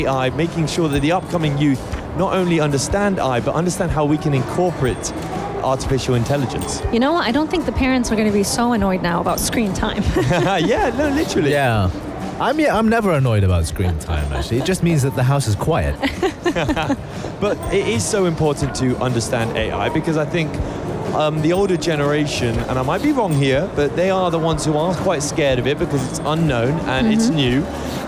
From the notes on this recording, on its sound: Live From SIBF 2023: Walking Around the Book Fair. In the UAE.